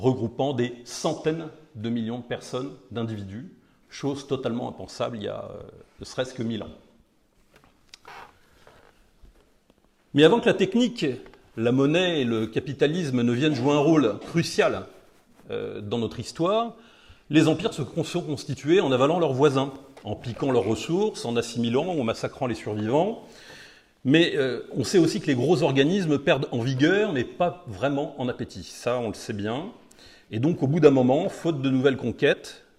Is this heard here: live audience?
yes